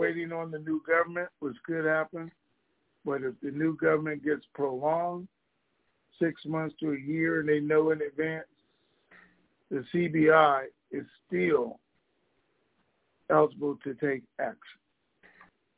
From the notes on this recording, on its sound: Conference Call.